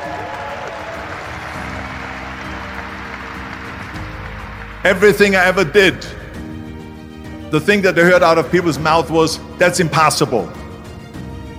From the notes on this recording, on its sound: delivered a powerful speech to the graduating class at the University of Southern California